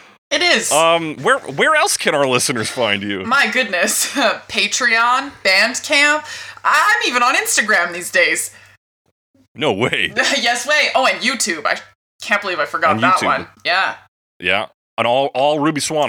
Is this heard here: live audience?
no